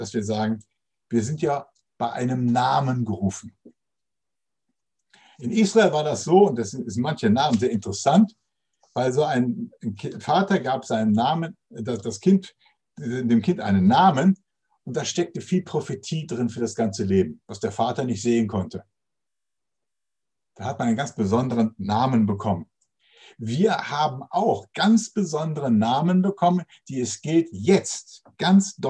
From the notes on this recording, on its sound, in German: Zoom - Gottesdienst